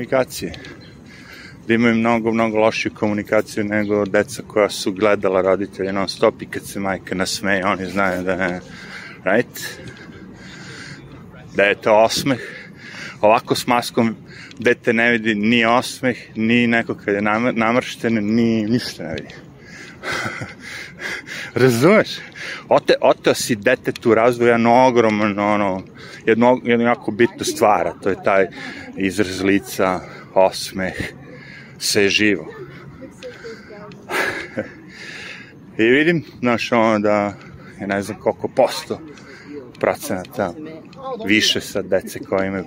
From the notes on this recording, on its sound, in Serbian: Šetnja Centralnim Parkom. Prelazak sa istočne na zapadnu stranu Njujorka kroz park. Jedna od najgorih stvari u Njujorku su sirene ambulanti, policije i vatrogasaca.